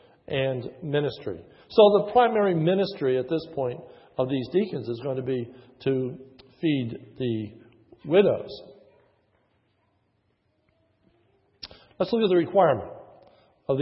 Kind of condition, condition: setting, large echoing room